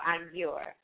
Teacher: Don't pronounce that A. That last A at the end.